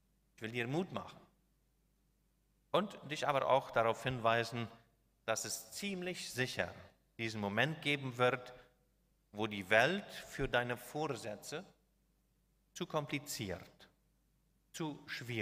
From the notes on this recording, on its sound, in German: Sylvestergottesdienst in Neuland. Ein Gottesdienst der Gemeinsamen Gemeindearbeit Neuland, durchgeführt und aufgenommen in der Kirche der Mennoniten Gemeinde Neuland.